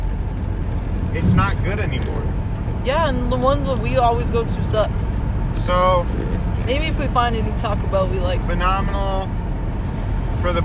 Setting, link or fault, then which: setting, inside a vehicle